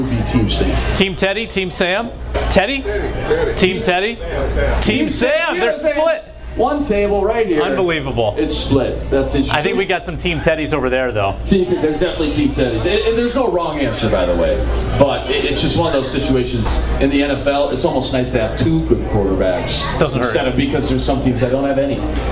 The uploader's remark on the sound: Live From Bonfire in Mankato!